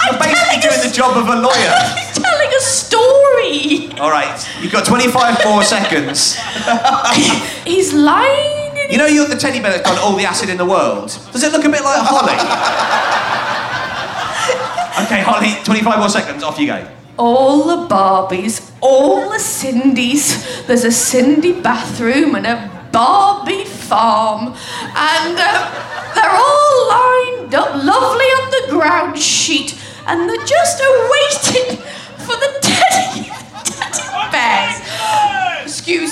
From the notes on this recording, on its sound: At Green Man festival for a fun episode recorded in a massive comedy tent at 1am on a Sunday morning!